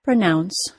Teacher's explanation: Pronounce is a two-syllable verb. Like most two-syllable verbs, it is stressed on the second syllable